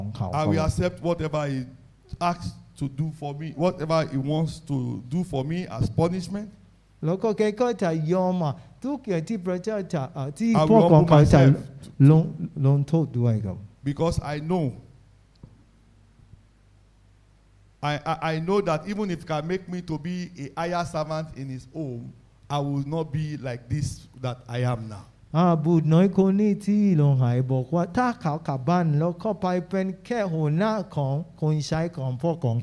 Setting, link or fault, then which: setting, live audience